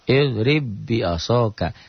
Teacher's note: Baknya itu kan bak mati pasti kol-kolah. Nah, sifat kol-kolahnya jadi hilang. · Term: idgham mutamasilen